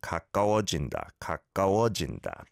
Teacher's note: I don't think there's too much of a difference between the ka and ga, right? It's more that the ga kind of almost blends onto the previous syllable.